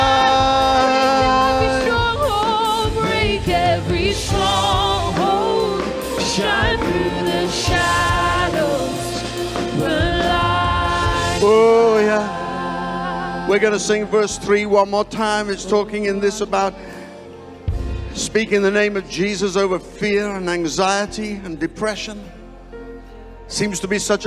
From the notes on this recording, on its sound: Live from Destiny Church, Wakefield, UK.